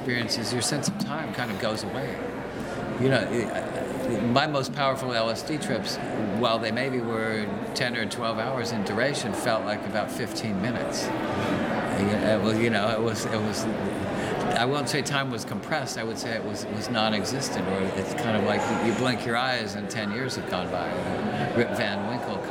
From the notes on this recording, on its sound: At this year’s Psychedelic Science Conference in Oakland. Please excuse the background noise in this recording.